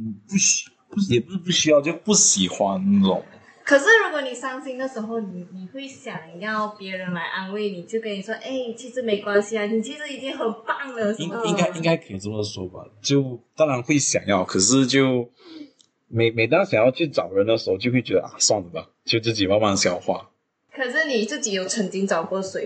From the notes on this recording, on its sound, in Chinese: 因爲這次錄音的環境和以往不同，所以音質略差